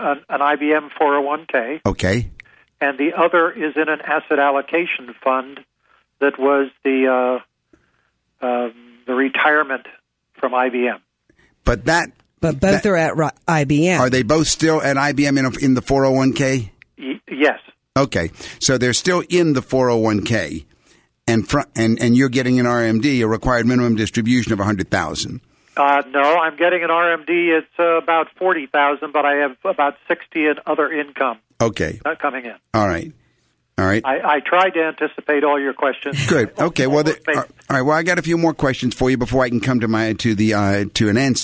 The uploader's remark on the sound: Financial planning call-in show.